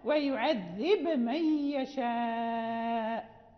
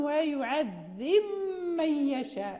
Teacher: يعني هنا إذا قرأنا برواية ورش نظهرها، يعني نقلقل الباء ويعذب من يشاء، أما إذا قرأنا بقالون ويعذب من يشاء، يعني نضغم في الباء في الميم، فننطق بميم مشددة · Shown in: second take